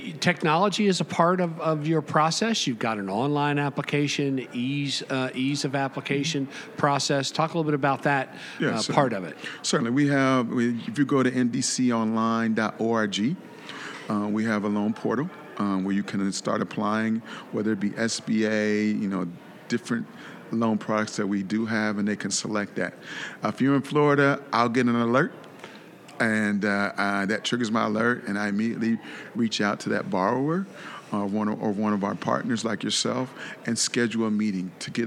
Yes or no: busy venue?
yes